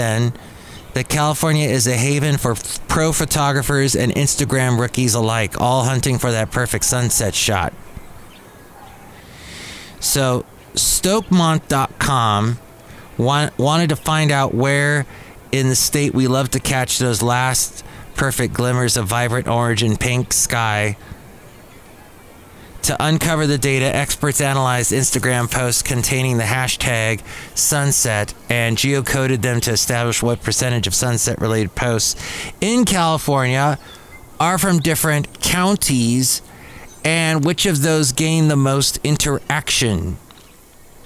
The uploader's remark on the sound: podcasts live from Cafe Anyway